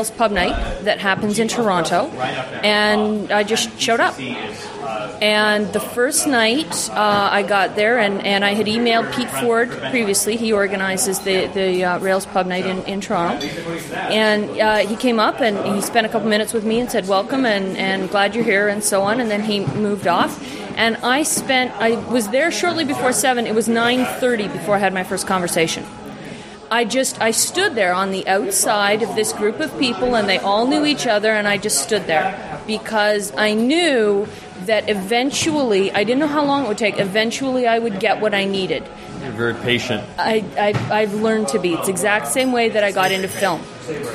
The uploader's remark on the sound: From the RubyFringe conference in Toronto.